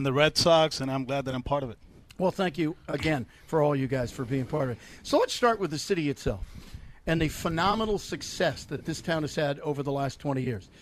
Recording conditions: busy venue